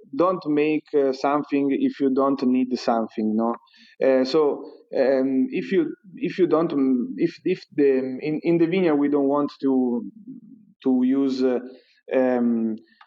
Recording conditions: video call